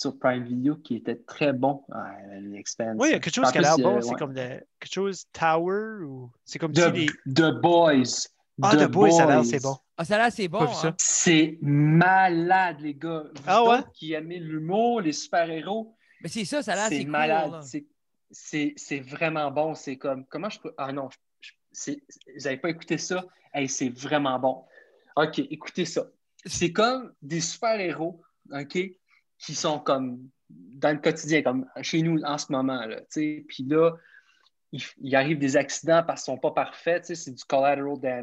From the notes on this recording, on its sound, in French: Un papa Brayon qui habite dans la belle province nous jase sur Zoom.